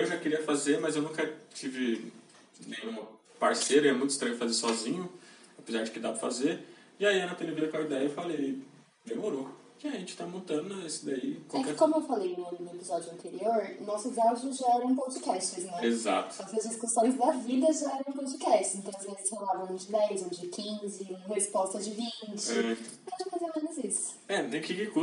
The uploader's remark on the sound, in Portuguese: O áudio ficou um pouco ruim e pedimos desculpas